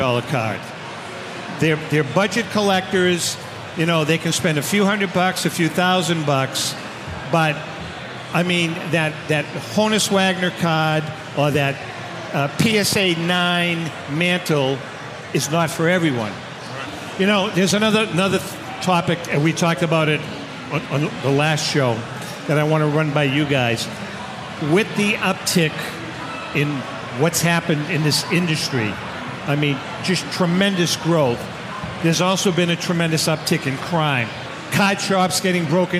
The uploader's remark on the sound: Broadcasting from the National